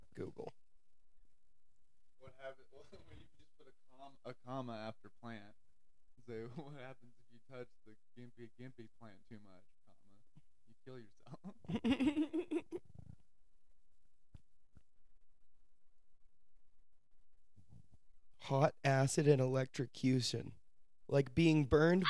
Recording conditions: poor sound quality